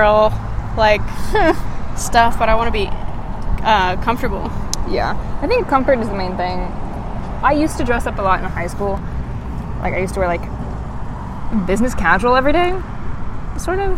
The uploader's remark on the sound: This week we take a walk